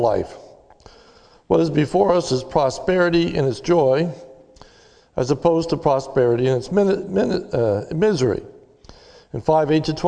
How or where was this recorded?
large echoing room